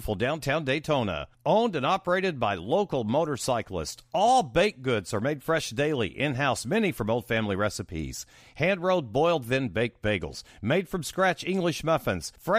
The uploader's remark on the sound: Calls in from a corn field in Nebraska while on tour.